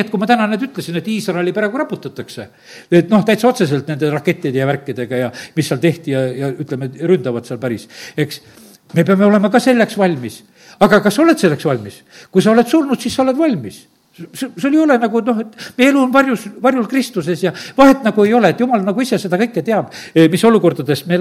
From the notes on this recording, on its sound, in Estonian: Audio salvestus koosolekult